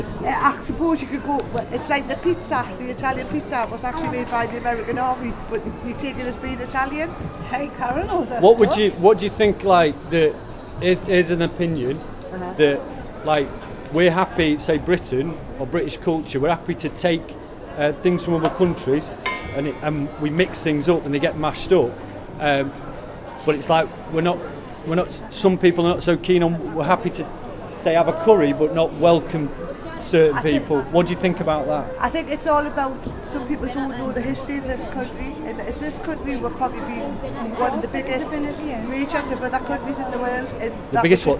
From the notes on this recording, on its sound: These are recordings of conversations with visitors to Newcastle's Discovery Museum on 22 February 2017 during school half term. The 'Time Kitchen' was a pilot public engagement initiated by Tyne & Wear Archives & Museums TNT (Try New Things) programme.